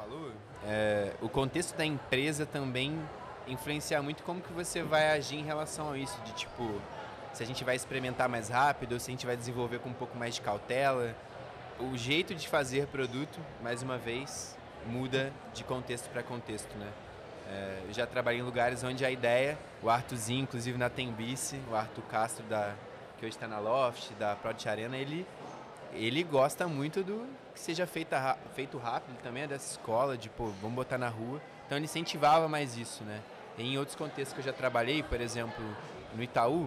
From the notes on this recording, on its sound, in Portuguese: Esse episódio foi gravado no espaço para Creators da Pcamp 2022.